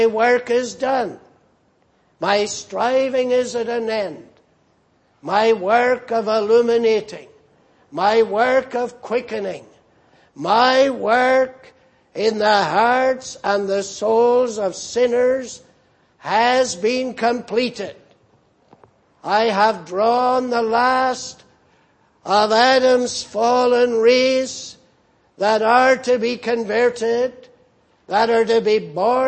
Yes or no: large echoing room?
yes